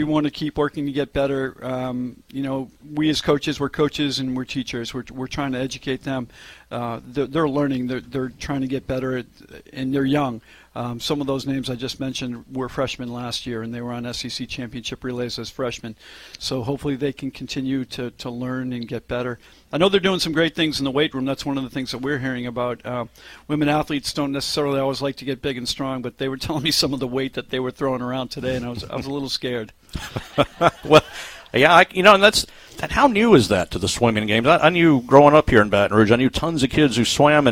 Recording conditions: busy venue